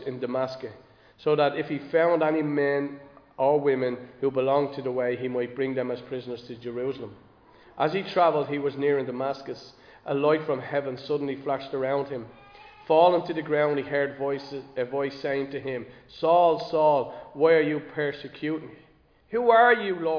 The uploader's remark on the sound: Recorded live in Liberty Church on 17 December 2023